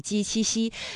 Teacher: 们先听到这里。那说到这儿啊，我们再来巩固一下有关于今天的语音知识点，知吃诗、滋思思以及鸡栖兮的一个分辨哈。首先呢，我们说，这个知吃诗啊，它是翘舌音，那滋思思呢是平舌音，舌面音呢是鸡栖兮，这是他们三个的一个最大的区分。那从发音的角度来说呢，我们读知吃诗啊，这个舌尖呢是要接触或者是接近硬腭的前端的。那另外呢，滋思思呢发音的时候啊，这舌尖是平舌真的是抵住上齿背或者是下齿背，控制舌尖不要抬起。那读鸡栖兮的时候啊，舌面的前端要隆起，舌尖要深深的垂到下门齿的背后，哎，这就是他们发音的一个特点。那么接下来呢，我们将继续诵游中国的旅程。那大家呢，在诵游的过程当中呢，也依然可以去巩固一下有关知吃诗、滋思思以及鸡栖兮的发音和他们的对比。李白影响了一代代的中国人，在四川江油，大